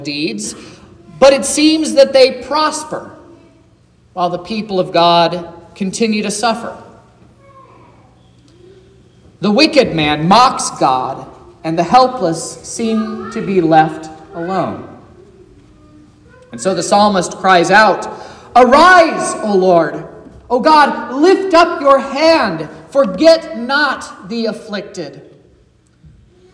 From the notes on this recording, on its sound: This is the sermon preached at Trinity Lutheran Church in Vallonia, Indiana, on Sunday, April 2nd, 2023, which was Palm Sunday.